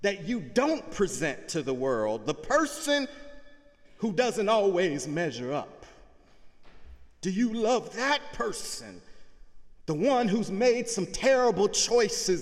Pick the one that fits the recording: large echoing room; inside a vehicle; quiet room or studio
large echoing room